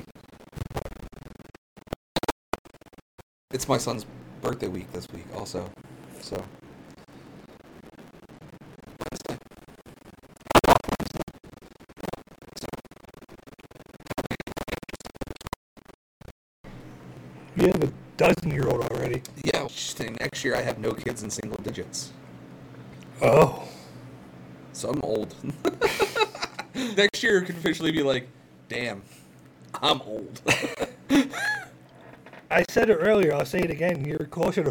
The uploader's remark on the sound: Warning: We are working through some audio issues.